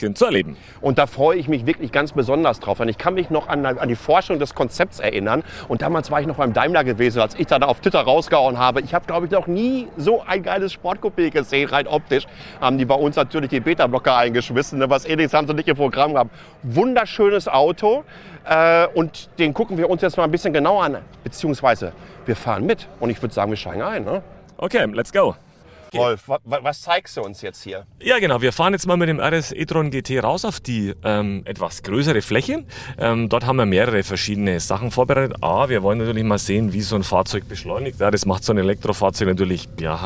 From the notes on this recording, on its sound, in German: Rundgang über das Greentech-Festival. Erlebt mit mir Elektromobilität hautnah – in der ersten Greentech Festival Spezial-Ausgabe.